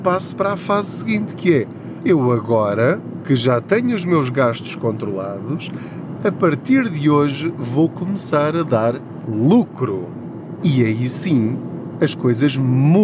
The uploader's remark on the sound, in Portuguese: Não ligue aos barulhos da viagem.